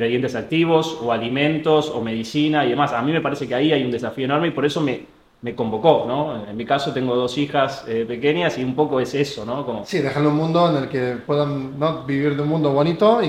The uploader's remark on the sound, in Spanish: Estos episodios especiales están grabados en el marco del Día del Emprendimiento en el CMD-Buenos Aires